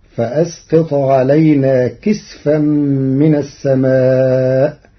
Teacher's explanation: قرأ ورش كلمة كسفا بإسكان السين فتصير فأسقط علينا كسفا من السماء، على أنه اسم جمع كسفة كسدرة وسدر.